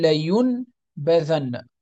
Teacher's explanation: نقلب تلك النون ميم ثم نخفي الميم في الباء · Term: الإقلاب